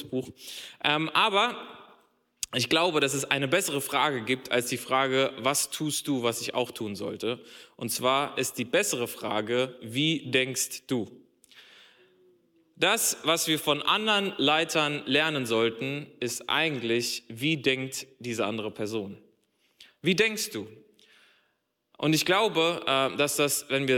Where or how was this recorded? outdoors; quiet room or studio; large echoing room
large echoing room